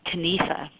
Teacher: Used to be pronounced something like Kanifa. The K was pronounced. The pronunciation has changed.